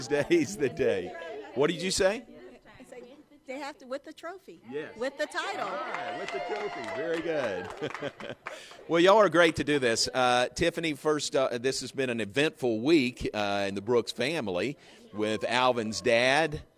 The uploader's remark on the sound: live from the #FinalFour in Indy.